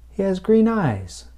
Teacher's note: Once again, the stress is on the noun, eyes. There is less stress on green. · Term: word stress